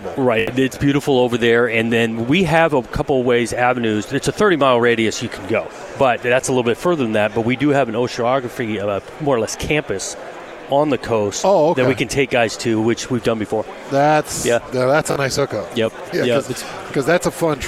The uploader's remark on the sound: live from Pac-12 Media Day